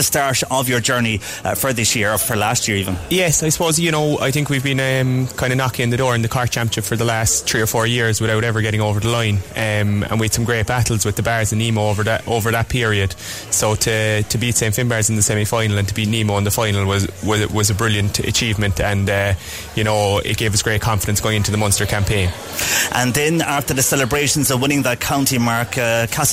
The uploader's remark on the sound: CELTIC ROSS HOTEL WEST CORK SPORTS STAR AWARDS OUTSIDE BROADCAST